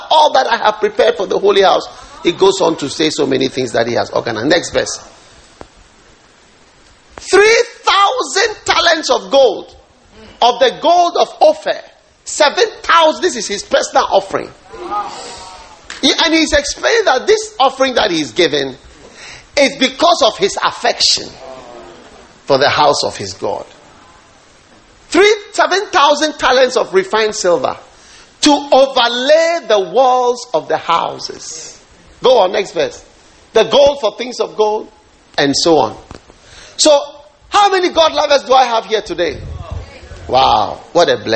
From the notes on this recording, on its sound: Preached at the Lighthouse Chapel International, The Qedesh.